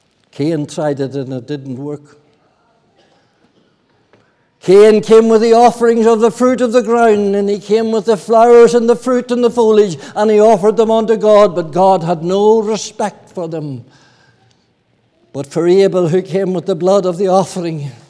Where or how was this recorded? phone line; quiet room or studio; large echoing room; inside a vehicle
large echoing room